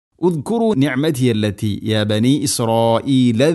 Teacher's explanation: മദ്ദിൻ്റെ അക്ഷരമായ അലിഫിന് ശേഷം ഹംസ അതേ പദത്തിൽ ഇസ്രോ, മദ്ദിൻ്റെ അക്ഷരം അലിഫ്, ദെൻ ഈ ഹംസ അതേ പദത്തിൽ ഇസ്രായീല എന്ന പദത്തിലാണ് അലിഫും ഹംസയുള്ളത്. മുത്തസിൽ നിർബന്ധമായിട്ടും നാലോ അഞ്ചോ ഹർക്കത്തിൻ്റെ ഖദറിൽ നീട്ടണം